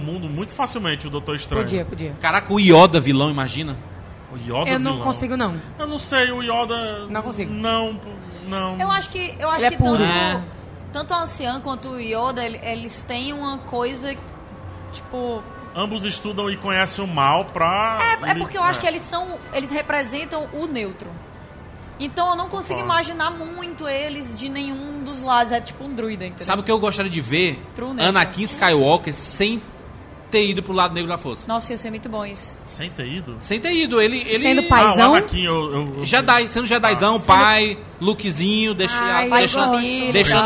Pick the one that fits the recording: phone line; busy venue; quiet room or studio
busy venue